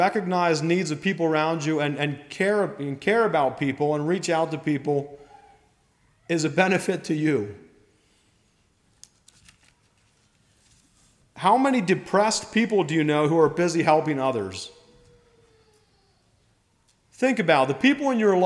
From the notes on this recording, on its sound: Message preached at Millmont Mennonite Church on Sunday Evening May 7, 2023